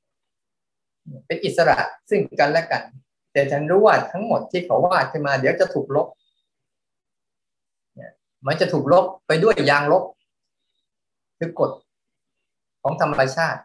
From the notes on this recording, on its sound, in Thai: เป็น 1 ใน 3 คอร์สออนไลน์ (ผ่านโปรแกรม Zoom)